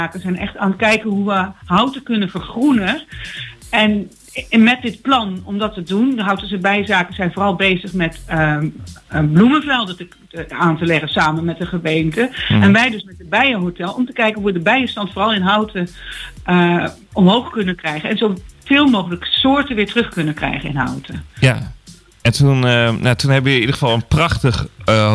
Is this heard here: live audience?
no